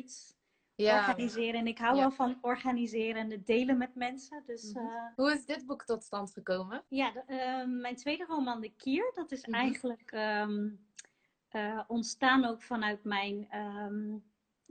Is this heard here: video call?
yes